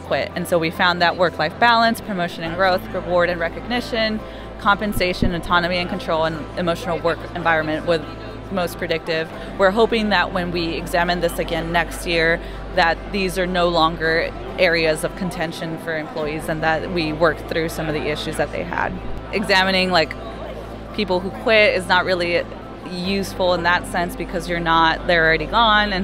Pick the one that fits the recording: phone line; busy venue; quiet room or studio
busy venue